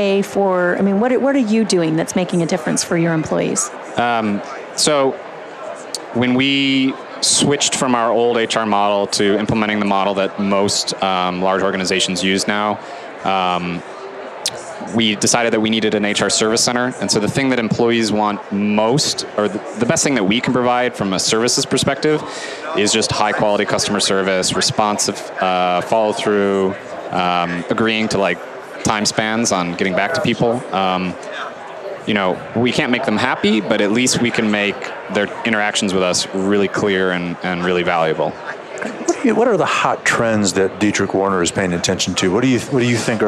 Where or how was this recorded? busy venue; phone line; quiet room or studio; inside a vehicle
busy venue